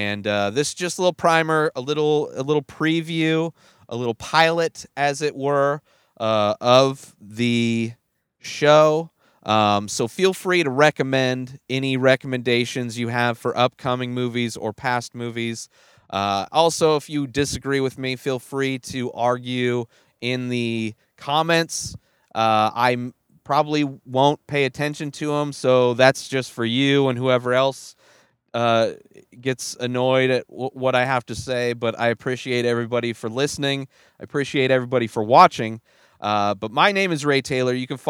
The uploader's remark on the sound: Directly from the movie theater to the back of his van to record his thoughts and opinions.